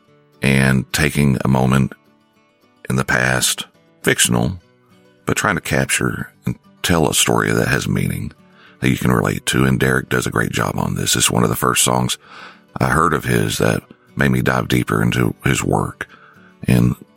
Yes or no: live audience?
no